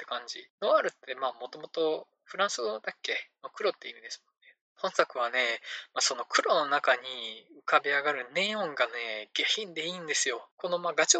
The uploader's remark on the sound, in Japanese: 音質が悪すぎたため、可能な限りで音質改善しました。(でも全然音悪いです。)